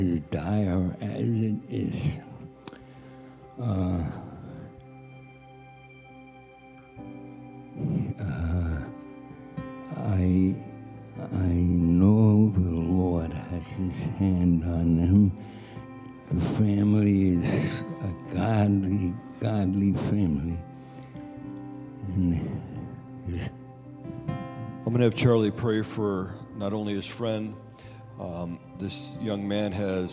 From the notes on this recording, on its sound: Sunday Service Recording